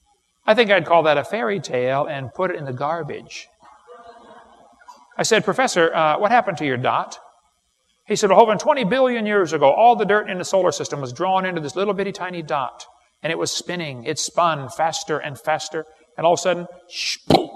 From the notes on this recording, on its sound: This is the first part of the Age of the Earth seminar. This is recorded live and was recorded several years ago.